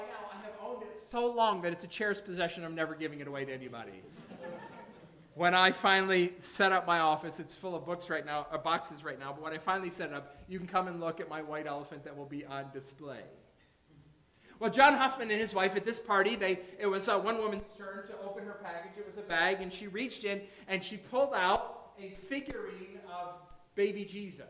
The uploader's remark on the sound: Audio periodically will cut in and out.